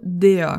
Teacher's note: Eu não pronuncio o R, você percebe?